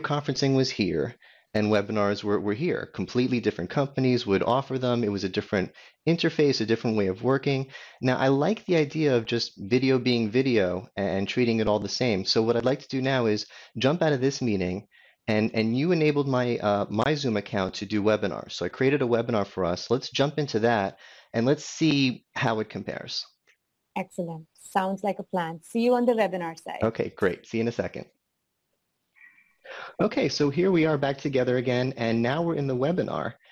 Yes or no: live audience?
no